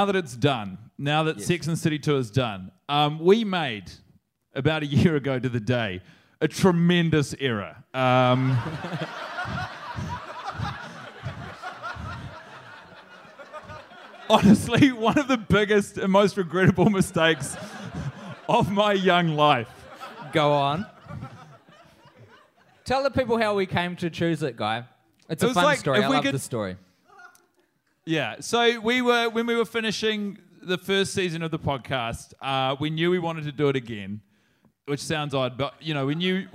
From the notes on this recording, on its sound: Live from The Bell House in New York City. In front of a live crowd.